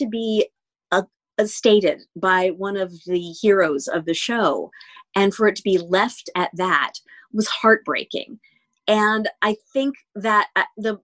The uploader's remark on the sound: Please note this episode was recorded remotely via Zoom and as such the sound quality may not be up to the usual standards of the podcast taped in the studio.